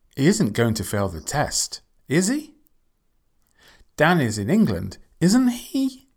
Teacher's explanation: Rising intonation when you actually don't know.